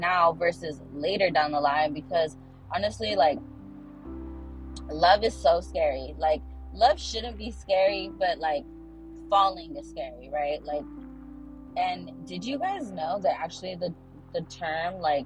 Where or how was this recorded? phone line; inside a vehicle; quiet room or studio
inside a vehicle